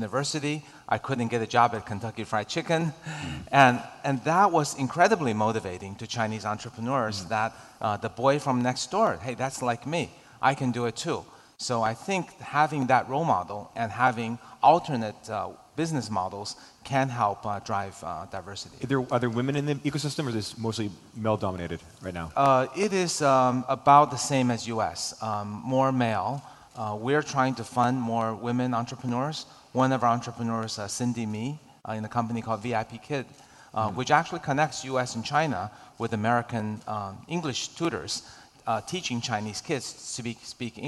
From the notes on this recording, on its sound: was recorded at the Forbes Under-30 Summit late last year.